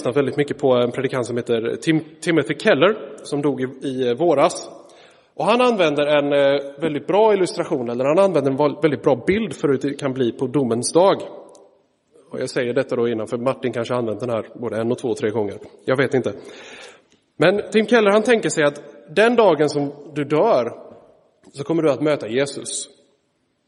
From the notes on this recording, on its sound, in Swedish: Inspelad i Roseniuskyrkan den 3 september 2023.